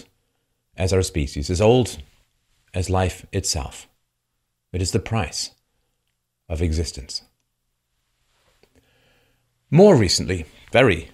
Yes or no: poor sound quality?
no